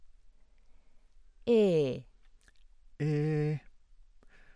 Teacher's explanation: a close mid-front unrounded vowel, usually has a relatively advanced tongue root, giving a wide pharynx and tense quality